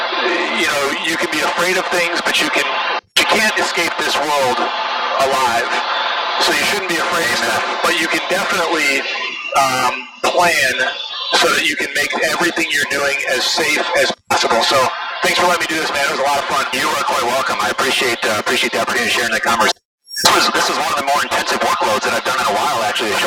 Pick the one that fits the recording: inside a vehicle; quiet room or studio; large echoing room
inside a vehicle